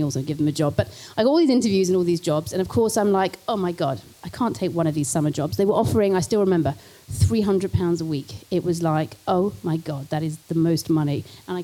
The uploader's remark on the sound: This talk was recorded at the Vevolution Plant-Based Business Bootcamp